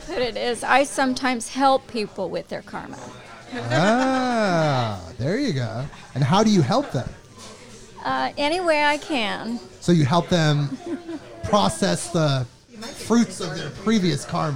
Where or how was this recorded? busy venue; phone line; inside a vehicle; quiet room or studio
busy venue